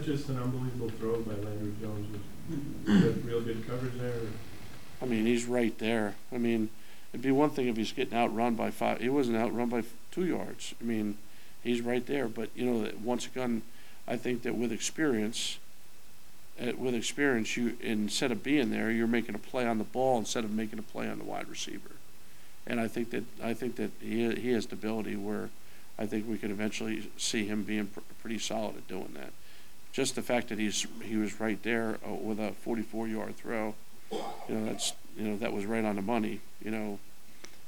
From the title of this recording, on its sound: Press Conferences & Post-Game Interviews